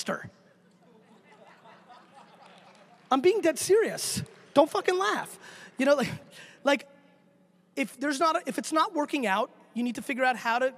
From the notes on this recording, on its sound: a keynote that I gave back at SXSW 2014